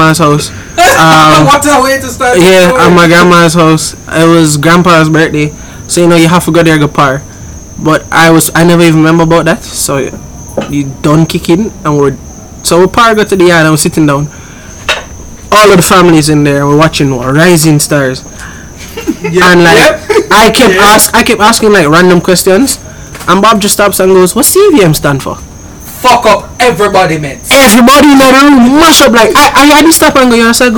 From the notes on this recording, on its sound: I left the Mics a little loud this week, adjust your volumes lol.